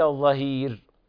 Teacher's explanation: ولا بد من ترقيق الراء حال الوقف